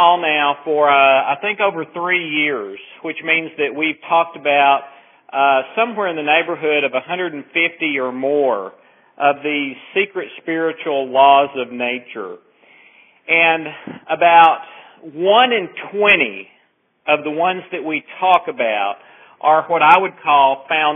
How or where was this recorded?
phone line